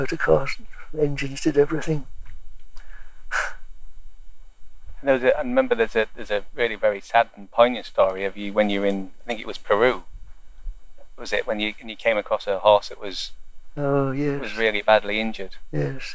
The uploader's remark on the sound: Favourite hill just outside Bakewell. This gave us some wind and insect noise so apologies in advance for that.